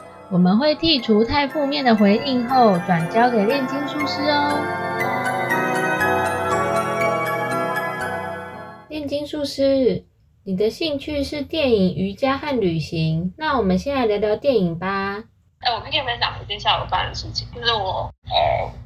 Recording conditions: poor sound quality